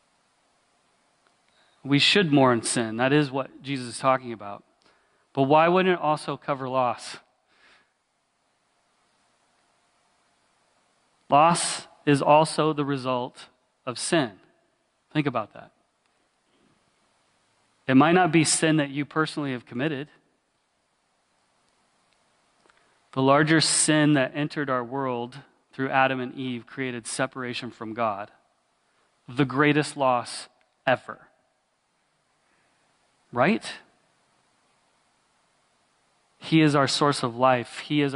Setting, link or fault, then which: setting, large echoing room